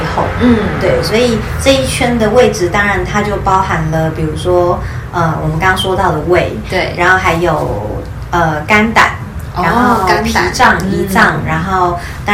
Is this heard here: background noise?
yes